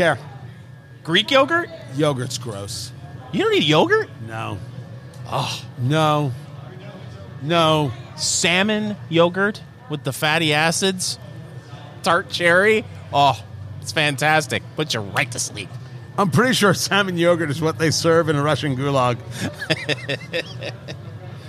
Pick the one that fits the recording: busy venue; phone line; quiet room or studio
busy venue